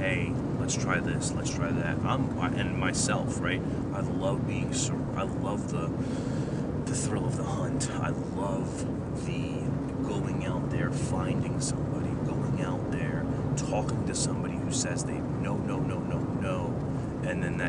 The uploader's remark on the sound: Please excuse the background noise.